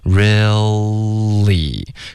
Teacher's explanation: real 结尾呢不要嘟嘴，OK，要舌尖顶上颚